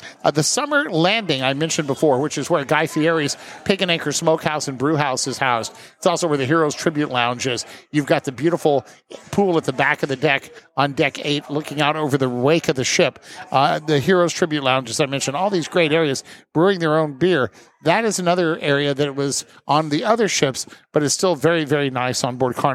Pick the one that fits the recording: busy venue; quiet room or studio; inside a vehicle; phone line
busy venue